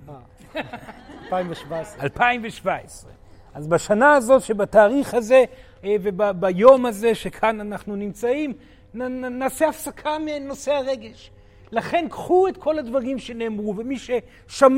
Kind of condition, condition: setting, live audience